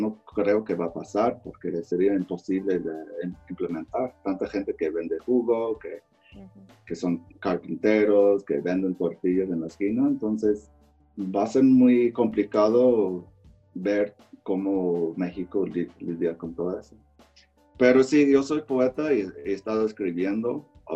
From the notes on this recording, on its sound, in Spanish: Ciudad de México y Los Alpes Franceses y los conectamos vía Skype.